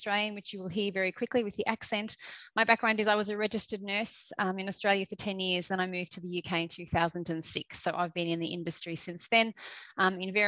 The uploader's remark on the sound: In this live webinar, hosted by CM Medical.